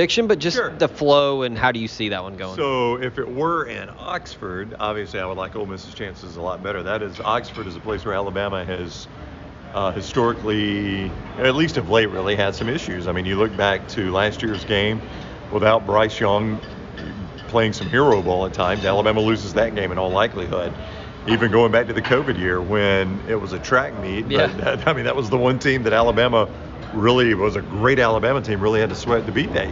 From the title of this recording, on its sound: LIVE! From SEC Media Days